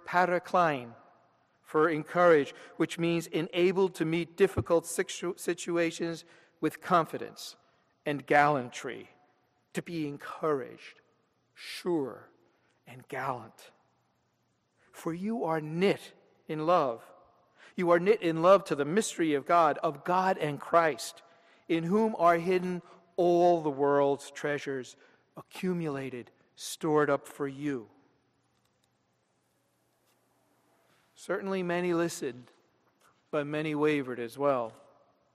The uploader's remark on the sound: This sermon was delivered at Downtown United Presbyterian Church, Rochester, NY on Sunday, July 28, 2013.